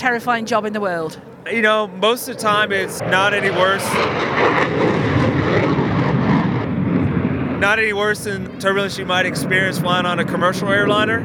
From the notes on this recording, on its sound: At the Royal International Air Tattoo in July with a microphone.